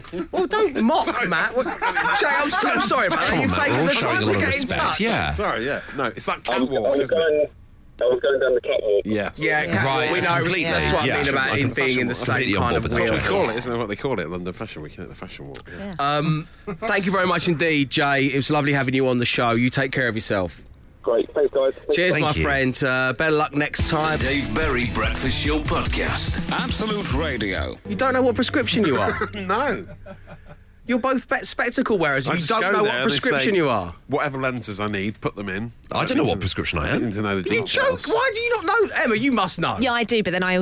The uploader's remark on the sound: we get some listeners on the phone